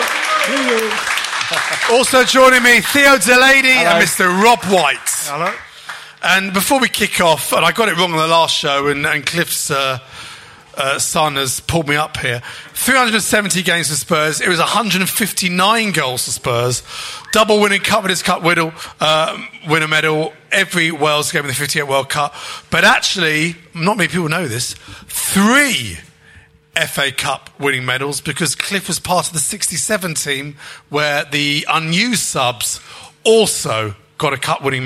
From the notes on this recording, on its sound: On this weeks show we are live from The Albany, Great Portland St